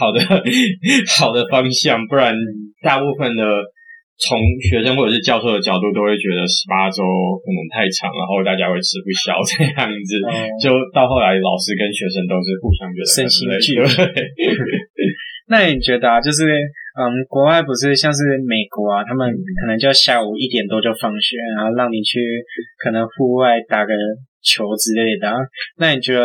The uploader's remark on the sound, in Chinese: 這次去噪後音質超差，早知道當初就別買電容式的麥克風了